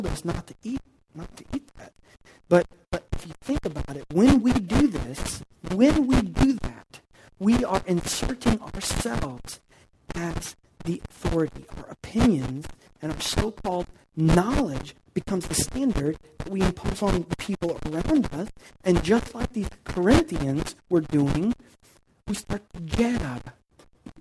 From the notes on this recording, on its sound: Unfortunately, we had yet another technical malfunction as you will quickly notice as soon as you hear the audio.